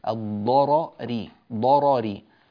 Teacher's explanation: الضرر الراء الأولى مفتوحة، الراء الثانية مكسورة، لا موجب لترقيق الراء الأولى فتبقى على تفخيمها، وهنا يوجد يعني ثقل في النطق قليلا في تفخيم الراء الأولى ثم ترقيق الراء الثانية، الضرري ضرري هكذا تنطق، وبعض الناس يفخم الراءين أو يرققهما وهذا غير صحيح، فهذا يحتاج إلى دربة وتمرين.